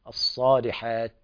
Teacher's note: إذا وقفنا عليها فلابد من همس التاء في الصالحات همسا خفيفا الصالحات. إذا وصلنا لا يوجد همس لأنها محركة.